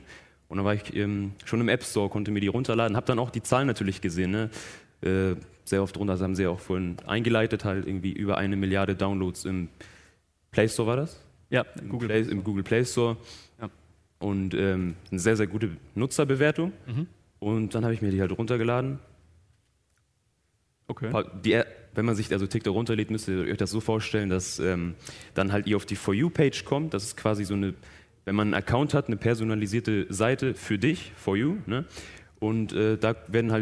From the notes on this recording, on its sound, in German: Diese Spezialfolge von „Praktisch Faktisch“ ist eine Aufzeichnung vom Campfire-Festival 2019 in Düsseldorf. Im RP-Zirkuszelt.